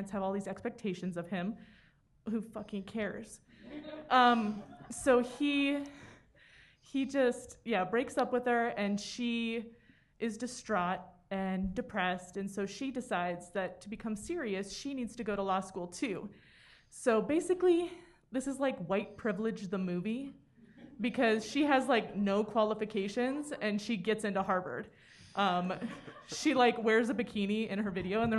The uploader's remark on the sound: This is our live show from Treefort Music Fest 2022.